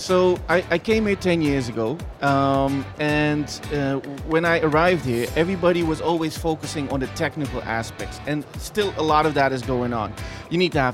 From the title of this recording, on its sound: Live from Global Media Congress